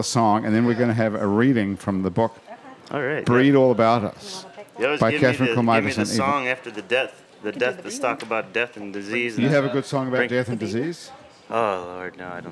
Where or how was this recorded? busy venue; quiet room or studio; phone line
busy venue